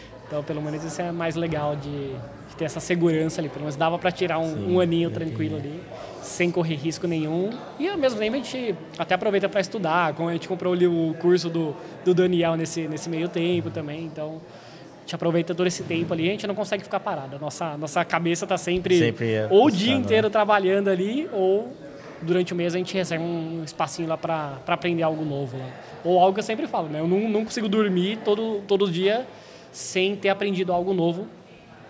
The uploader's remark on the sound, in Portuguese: gravamos um especial diretamente do DEX - Desconferência de Design da Mergo.